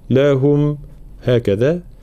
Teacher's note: لابد من بيان ضم الهاء، فلا نقول لهم ها لهم هكذا، بضم طبعا يكون بضم الشفتين.